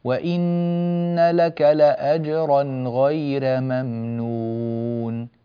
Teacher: رقق الهمزة وقلقل الجيم وإن لك لأجرا غير ممنون لأجرا حقق الهمزة رققها قلقل الجيم